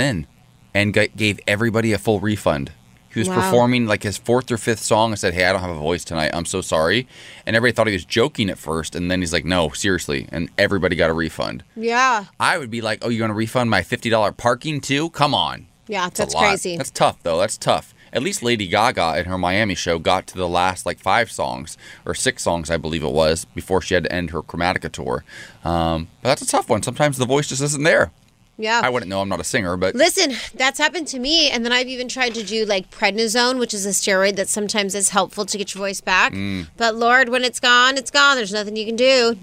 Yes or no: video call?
no